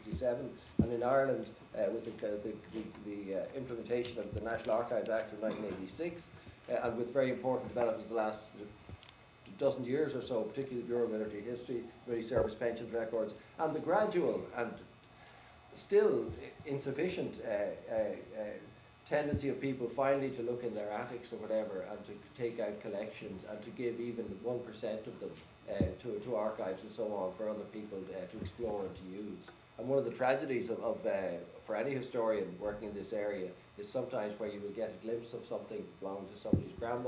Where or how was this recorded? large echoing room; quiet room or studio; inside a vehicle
large echoing room